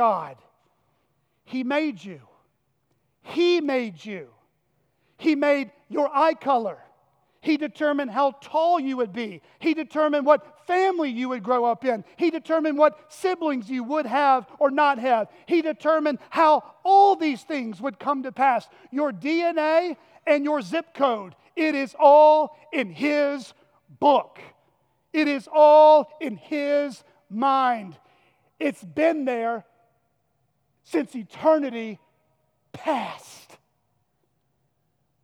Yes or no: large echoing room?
yes